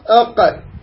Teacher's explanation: لاحظ الوتر شلون يهتز، هذا يكون بالاحرف المجهور